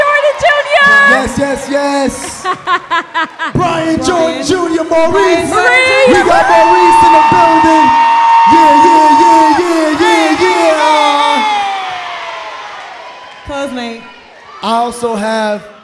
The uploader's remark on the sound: LIVE at The Buckhead Theatre in Atlanta, GA.